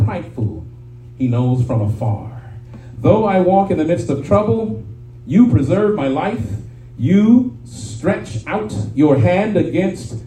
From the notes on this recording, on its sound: shared this message live at RACC on 5/7/23